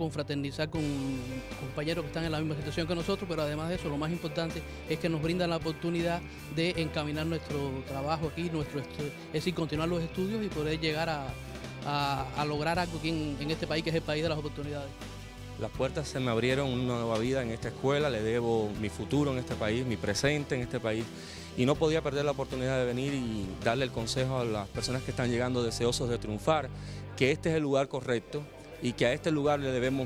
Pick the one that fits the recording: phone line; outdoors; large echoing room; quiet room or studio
outdoors